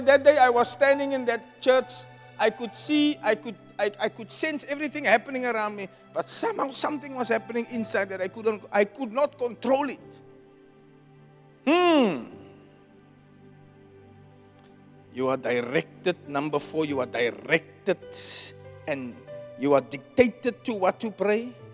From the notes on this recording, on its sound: Preached at Zion Sanctuary